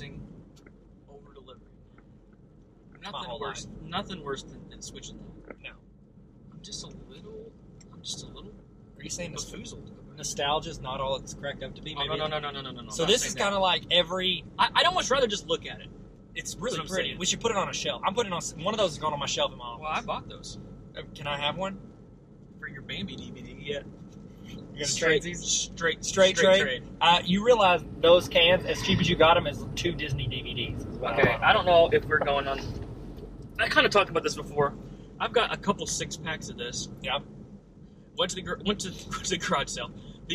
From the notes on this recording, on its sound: Abnormally bad audio.